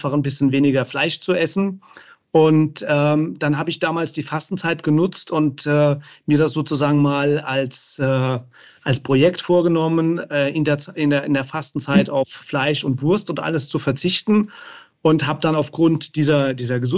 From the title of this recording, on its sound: Live Online Meeting